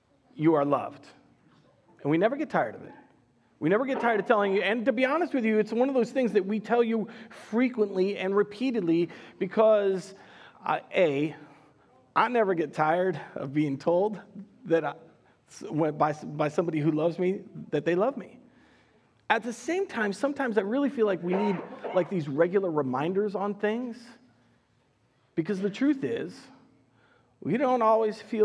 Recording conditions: large echoing room